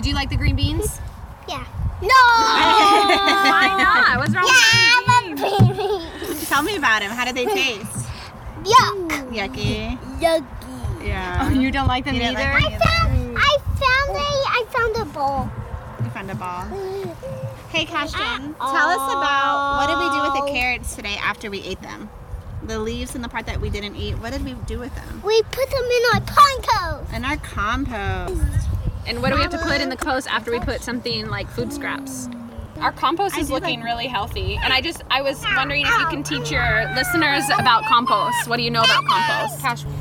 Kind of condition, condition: fault, sounds in the background